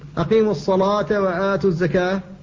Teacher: فالألف هنا مفخمة لورش تبعا للام التي قبلها · Term: الألف المفخمة